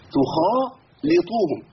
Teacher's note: وإن تخا تخا، لا ما تنفعش، تخا تخا تخا، أيوة مش تخا تخا، لا ما تتبقاش التاء طاء، تخا ليطوهم، اللام عندي مرققة والطاء بعد كده مفخمة